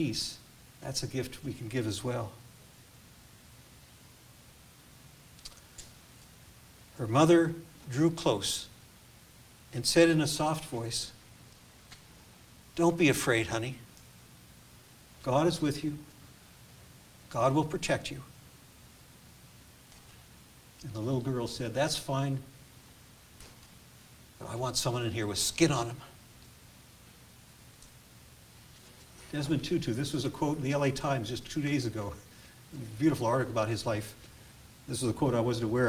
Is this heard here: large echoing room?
yes